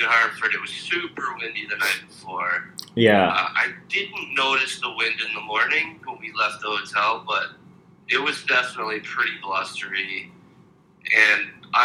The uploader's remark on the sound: call in from atlanta